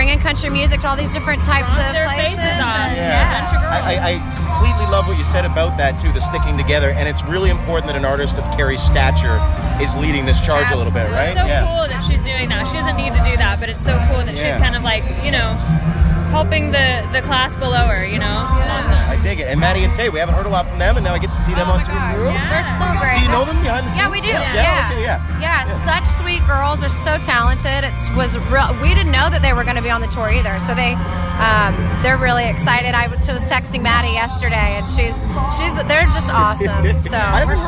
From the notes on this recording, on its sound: Live from Boots & Hearts. Boots & Hearts 2018 clip.